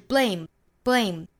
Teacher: blame 应该是一个音节，也就是核心在 a 这个元音上，在爆破音 b 和舌侧音 l 之间不要拖出来元音了